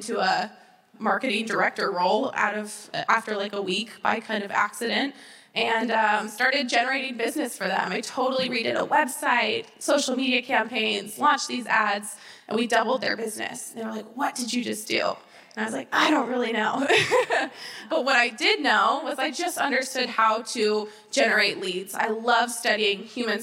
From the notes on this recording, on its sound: the social media panel at the 2019 HyperFast Sales Summit